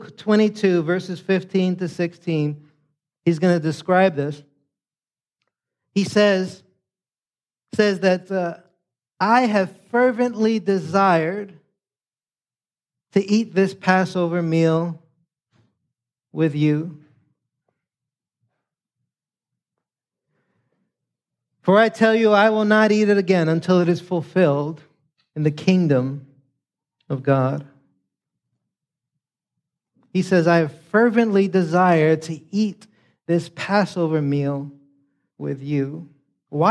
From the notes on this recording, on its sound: preached this sermon on Sunday, October 22nd, 2023, at Catalyst Church San Diego